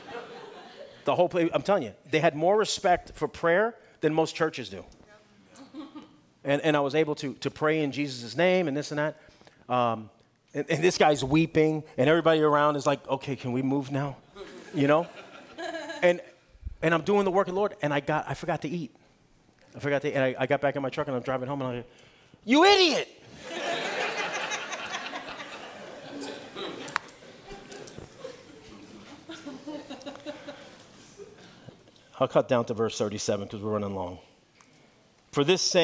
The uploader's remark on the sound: Guest teacher speaking at Calvary Chapel Clayton, NC on June 11, 2023.